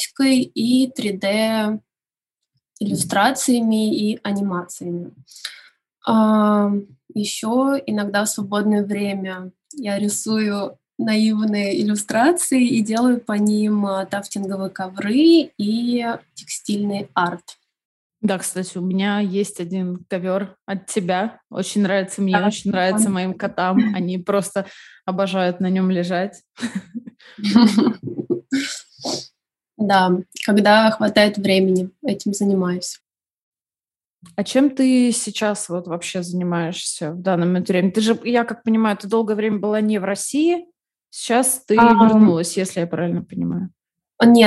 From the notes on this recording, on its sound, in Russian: Мы записывали этот выпуск удаленно, по zoom, поэтому, качество звука может отличаться от обычных выпусков.